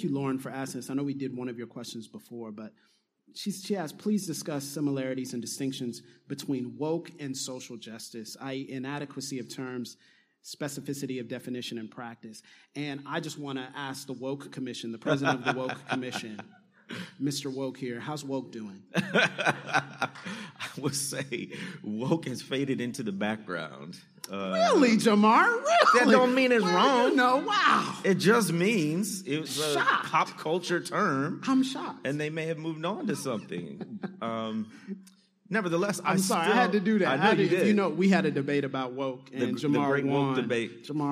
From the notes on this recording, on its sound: answering your questions from the Dallas, TX live show!